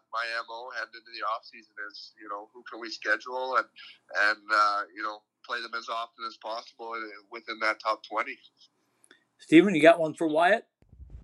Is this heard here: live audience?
no